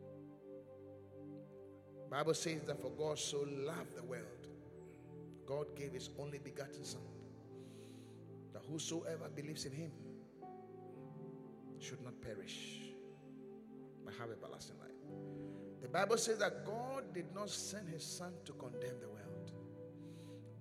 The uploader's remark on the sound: Preached at the Qodesh